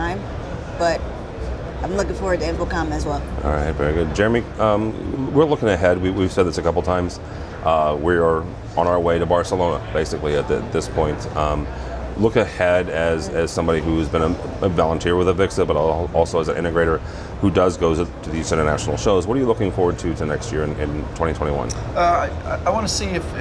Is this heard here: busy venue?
yes